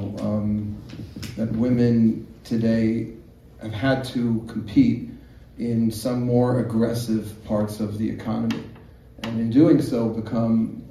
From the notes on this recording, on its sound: A live studio audience. A live Q.